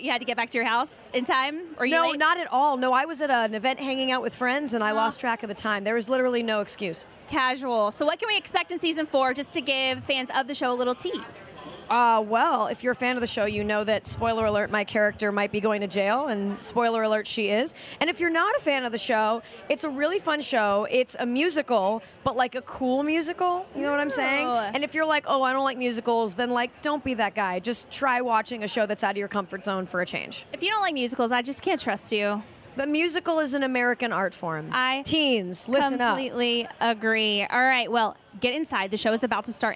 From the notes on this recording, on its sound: Live on the Pink Carpet. From the Teen Choice Awards pink carpet.